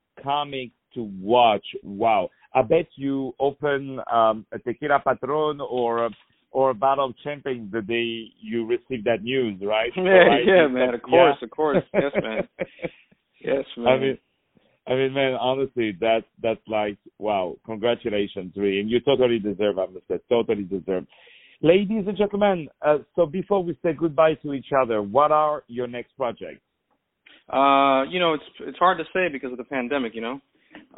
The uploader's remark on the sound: On the phone